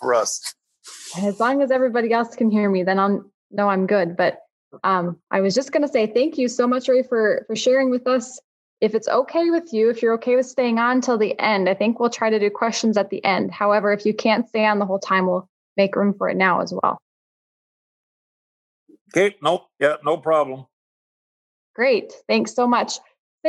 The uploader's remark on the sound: Webinar Recordings.